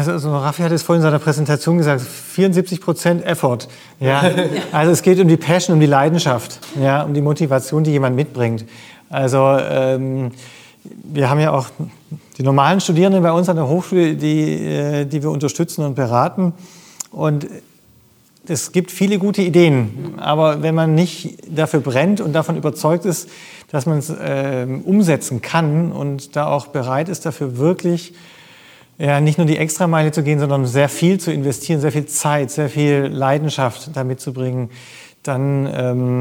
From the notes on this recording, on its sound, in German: Live vom Demo Day des 6.